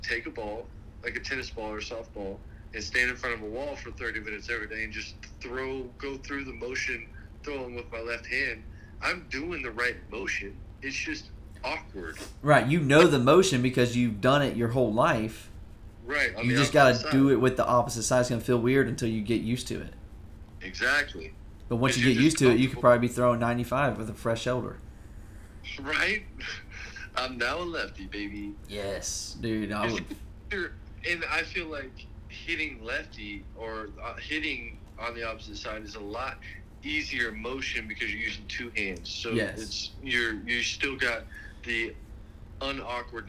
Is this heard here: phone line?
yes